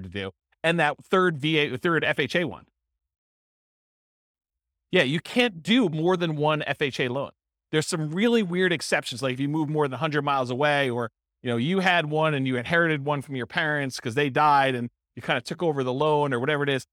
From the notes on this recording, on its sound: This was a live class recorded